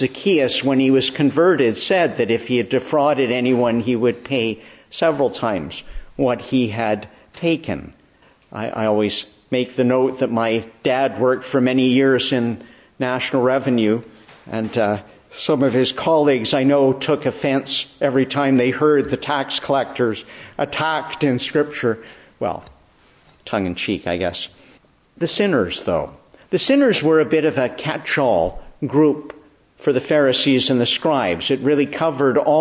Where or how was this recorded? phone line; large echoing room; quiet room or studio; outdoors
large echoing room